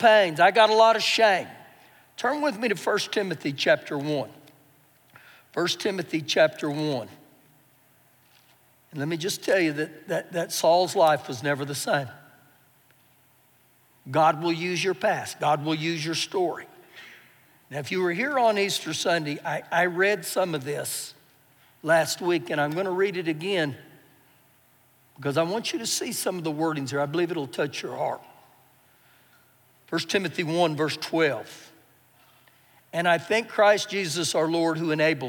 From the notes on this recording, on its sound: Recorded live during our Sunday morning service